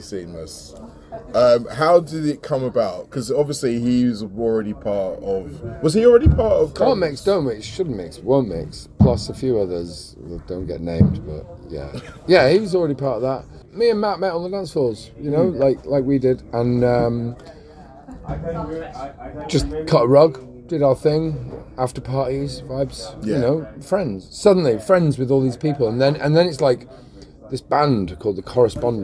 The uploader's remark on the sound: Seeing as I got to spend 9 glorious days on Worthy Farm this year, it felt like a great idea to take advantage of the wealth of DJs onsite and grab a few words. This interview was recorded minutes after his headline set at Platform 23 in Shangri-La at Glastonbury 2023.